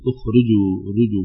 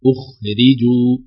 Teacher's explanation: انتبه لتحقيق كسرة الراء بعد الجيم المضمومة · Shown in: second take · غالبا تتأثر الراء إذا كان بعضها ضم، فتجد البعض يقول أخرجوا رجوا هكذا، أخرجوا نحقق كسرة الراء.